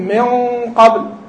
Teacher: ذهبت النون كجسم كذات وبقيت صفتها الغنة